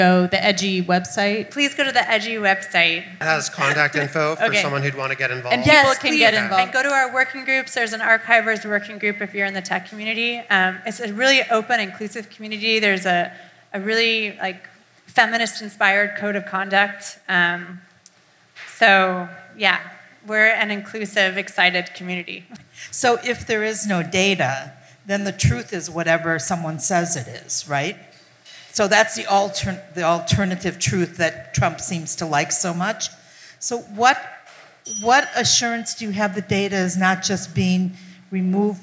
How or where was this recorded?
live audience